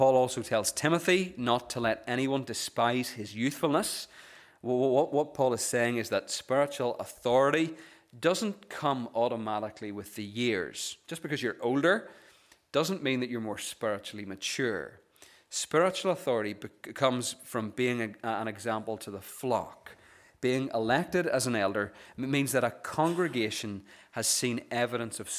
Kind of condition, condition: setting, large echoing room